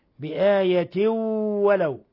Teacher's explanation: تنوين كسر جاء بعده الواو إضغام بغنة